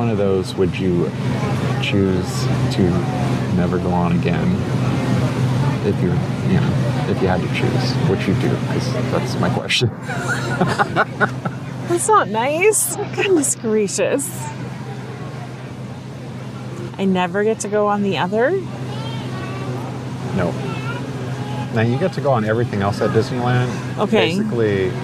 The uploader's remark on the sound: Live from Disneyland Park. At Cafe Orleans.